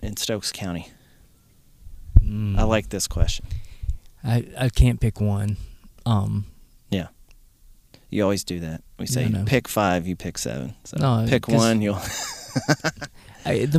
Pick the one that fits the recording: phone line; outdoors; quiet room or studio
outdoors